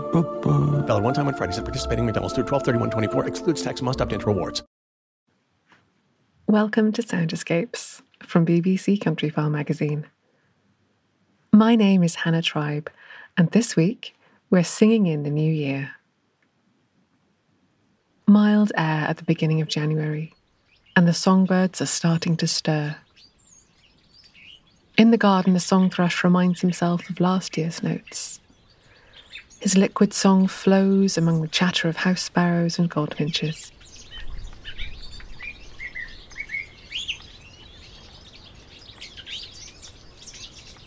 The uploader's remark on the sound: Listen as a song thrush sings in the new year. On a winter's morning in Dorset, a song thrush starts up its first practise songs of the new year in preparation for the coming breeding season – to a backdrop of sparrows and other garden birds.